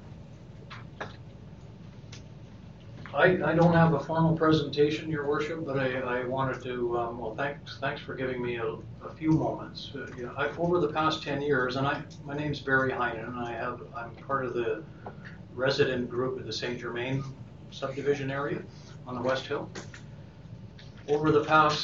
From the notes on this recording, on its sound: Audio recording of the May 13, 2019 Regular Meeting of Peace River's Town Council.